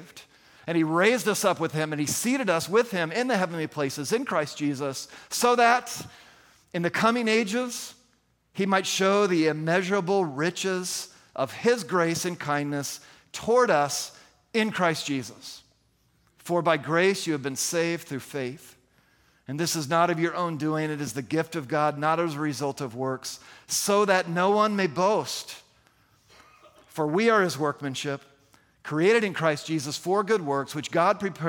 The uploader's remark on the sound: At the June 11, 2023 Sunday morning services of Boca Raton Community Church in Boca Raton, Florida.